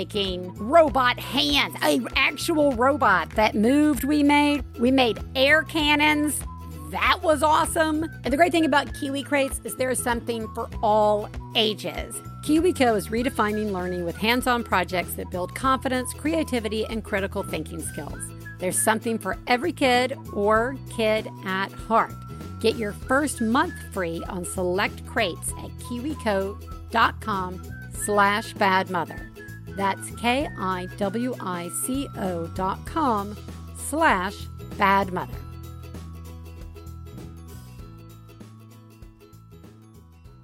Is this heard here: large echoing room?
no